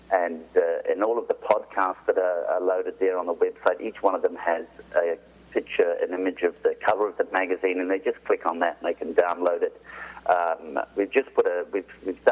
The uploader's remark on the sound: calling live from Australia